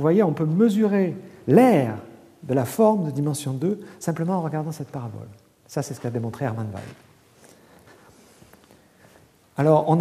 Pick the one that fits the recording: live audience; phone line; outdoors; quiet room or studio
live audience